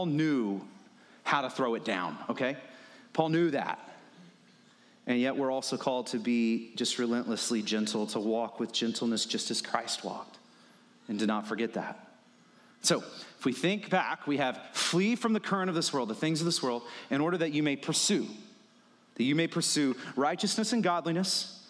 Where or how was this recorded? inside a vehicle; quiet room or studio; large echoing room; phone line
large echoing room